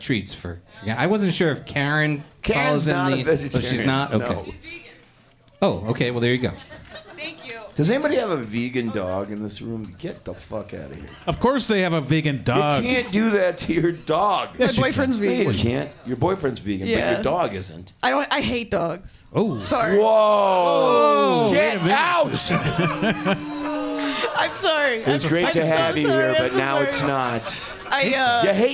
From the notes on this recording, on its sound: The LIFERS Podcast is back on stage! A special LIVE New Year’s hangover party at the Gman Tavern in Chicago.